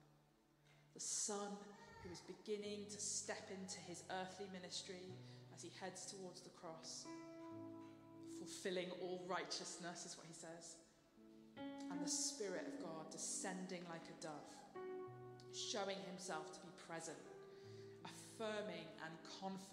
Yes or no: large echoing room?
yes